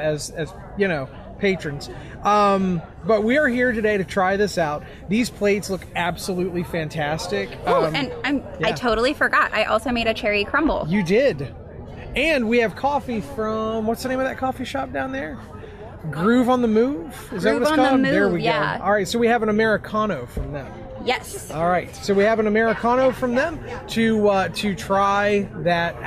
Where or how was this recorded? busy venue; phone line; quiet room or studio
busy venue